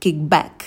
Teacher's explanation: Звук «к» в слове «kick» конечный будет не такой яркий. Kick back. Даже его можем и проглотить немножечко.